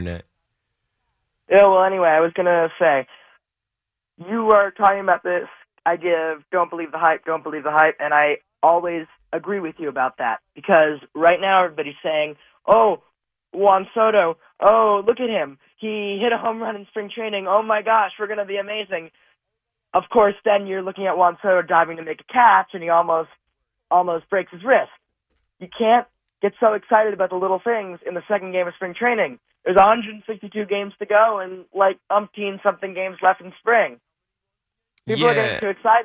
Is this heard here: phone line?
yes